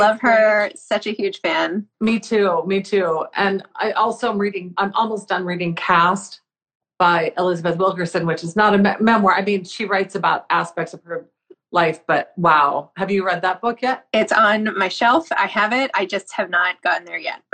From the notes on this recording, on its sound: did an Instagram Live